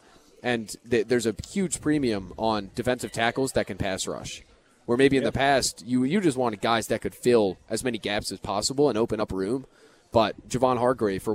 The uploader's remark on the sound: live at Monk's in Sun Prairie